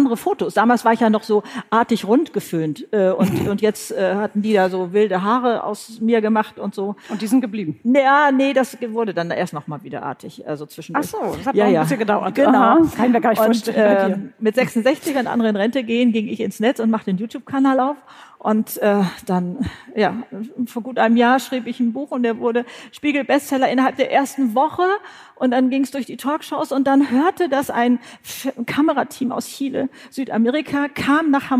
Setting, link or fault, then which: setting, live audience